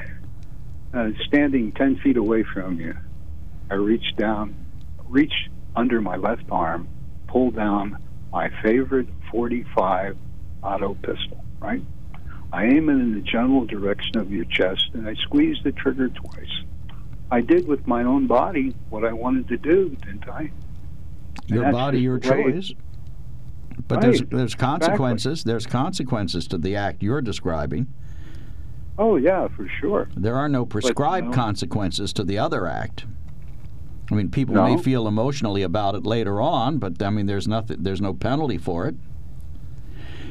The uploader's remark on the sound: During open phones